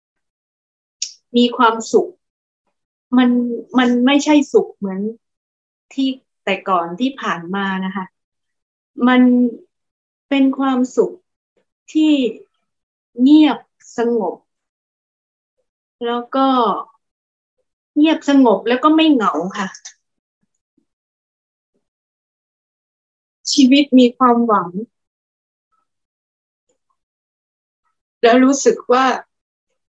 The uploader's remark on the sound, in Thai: คอร์สออนไลน์ (ผ่านโปรแกรม Zoom)